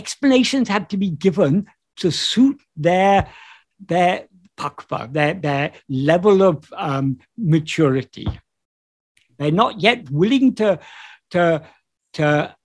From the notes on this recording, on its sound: In a Zoom meeting